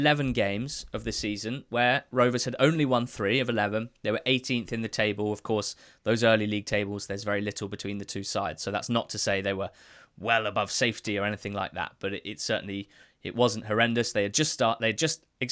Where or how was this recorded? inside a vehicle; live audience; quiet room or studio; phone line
quiet room or studio